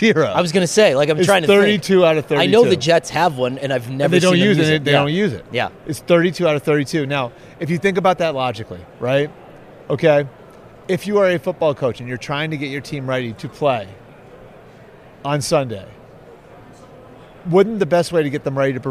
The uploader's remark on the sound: live from the Super Bowl media day in Vegas